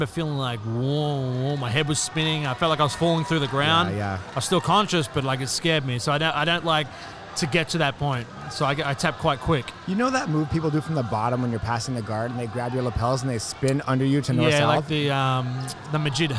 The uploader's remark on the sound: Part 2 of the non-live broadcast from Nogi Worlds in Anaheim, California.